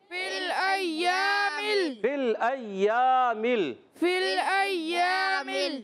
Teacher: فل ایام حمزہ کو یا سے ملانا ہے، یا مشدد ہے ذرا رک کر ادا کریں گے